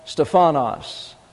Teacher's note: The correct emphasis is on the first syllable in the Greek.